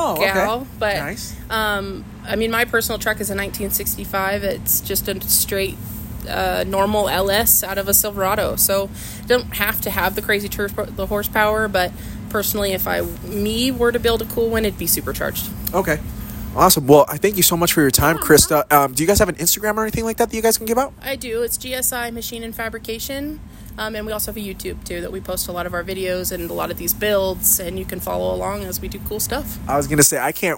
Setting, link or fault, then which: setting, busy venue